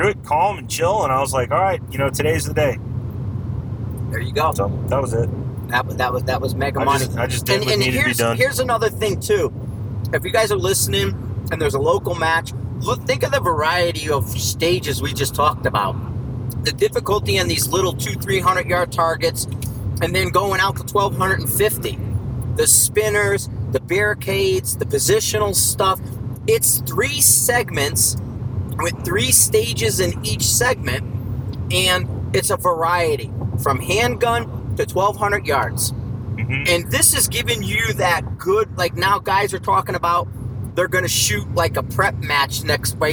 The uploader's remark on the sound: Road Trip Conversation. Caution* Heavy Road Noise Ahead. I apologize upfront for the road noise, I did my best to remove it in post, but the recorder was too good capturing it.